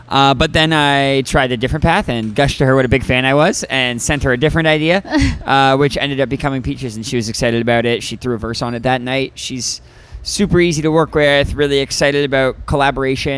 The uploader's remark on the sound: backstage at Okeechobee fest!